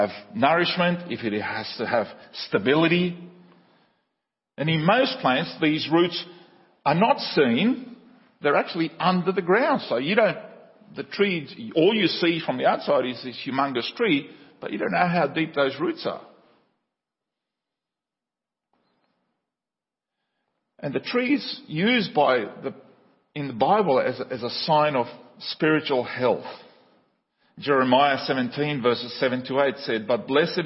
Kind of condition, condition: setting, large echoing room